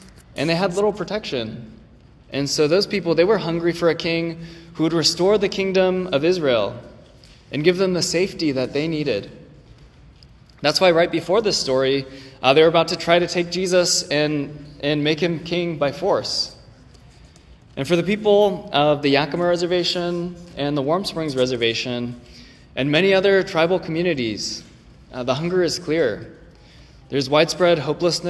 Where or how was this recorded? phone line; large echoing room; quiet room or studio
large echoing room